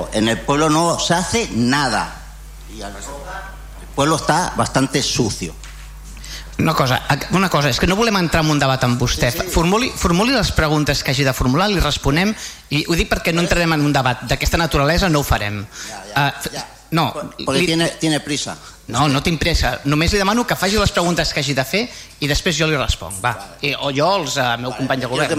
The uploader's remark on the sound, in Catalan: Transmissió en directe del Ple Municipal de l'ajuntament de Vilassar de Mar.